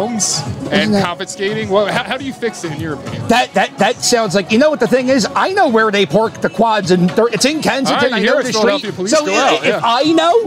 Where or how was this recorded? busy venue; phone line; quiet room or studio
busy venue